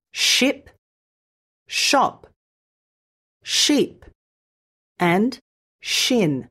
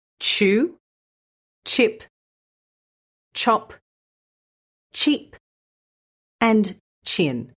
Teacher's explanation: When you add the t sound to the start of the sh sound, you get ch.